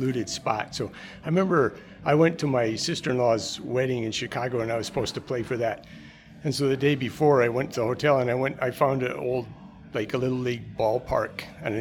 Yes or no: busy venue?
yes